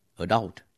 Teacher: có trọng âm ở âm tiết thứ hai trong tiếng Anh Mỹ